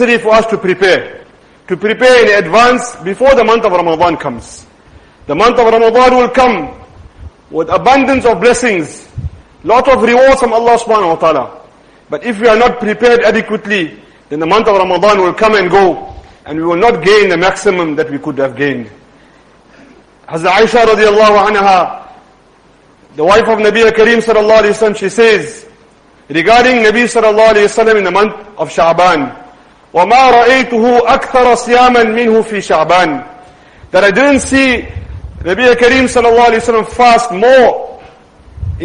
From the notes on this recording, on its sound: Jumuah lecture